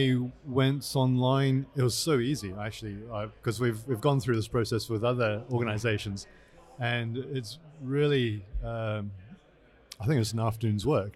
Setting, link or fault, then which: setting, busy venue